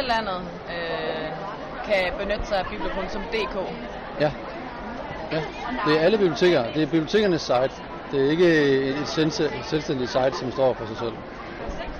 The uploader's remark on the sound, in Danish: Live fra Bogforum